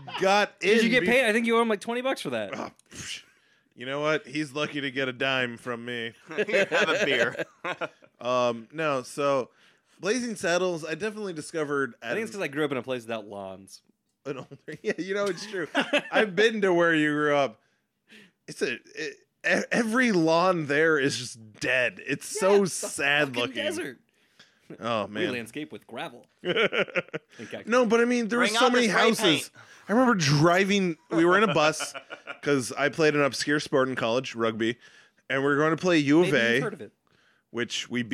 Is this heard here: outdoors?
no